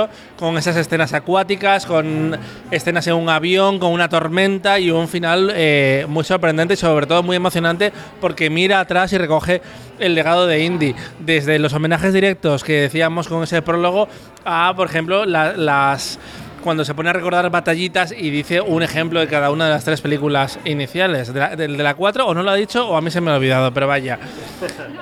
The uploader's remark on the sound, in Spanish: En el lounge de Campari, en pleno Palacio de Festivales. Kinótico Especial Festival de Cannes. Escuchamos los mejores momentos de la rueda de prensa...